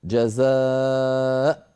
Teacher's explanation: ففي الوصل نقول جزاء الظالمين، وفي الوقف نقول جزاء بهمزة ساكنة